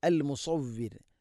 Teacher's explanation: സ്വരഭാരത്തിൽ ഉച്ചരിക്കണം, നാവിൻ്റെ മധ്യഭാഗം അണ്ണാക്കിലേക്ക് ഉയർന്ന് നിൽക്കണം · Term: സ്വാദ്